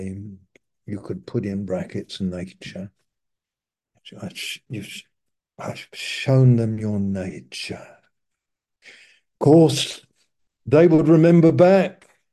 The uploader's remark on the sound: Malaysia Meets (Zoom)